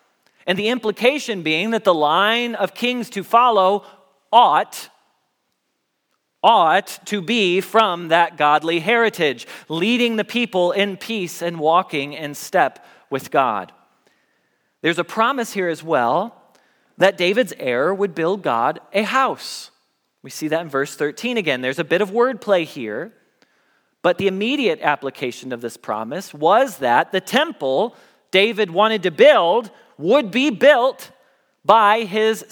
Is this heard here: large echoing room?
yes